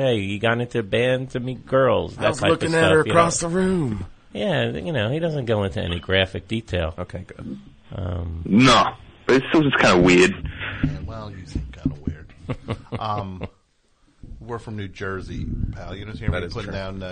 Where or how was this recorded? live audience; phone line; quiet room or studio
phone line